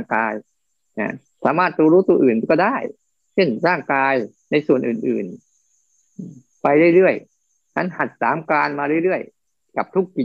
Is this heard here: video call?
yes